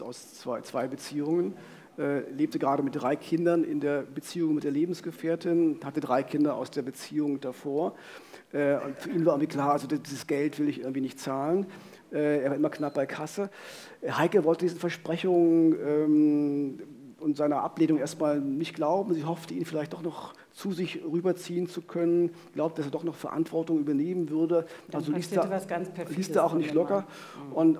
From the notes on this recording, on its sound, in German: Im Visier live in Frankfurt (Oder).